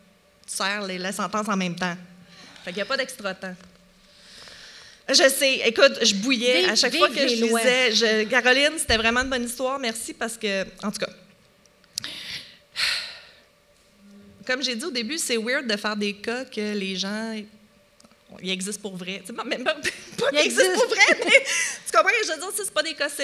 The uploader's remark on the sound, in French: LIVE au Festipod 2023. Épisode enregistré LIVE devant audience le 16 septembre 2023 à la Maison de la Culture Maisonneuve à Montréal.